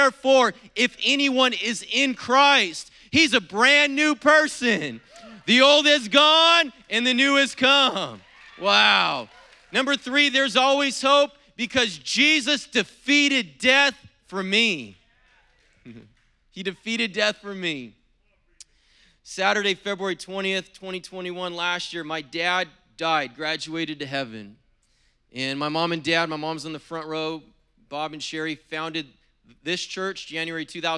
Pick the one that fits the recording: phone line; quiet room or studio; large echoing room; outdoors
large echoing room